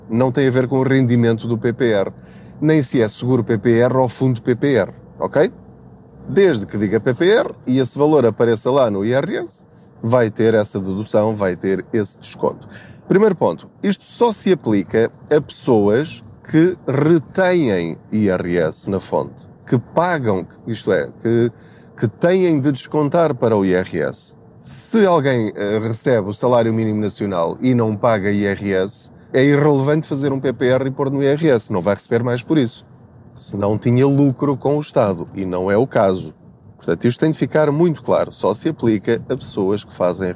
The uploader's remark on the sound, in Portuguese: Não ligue aos barulhos da viagem.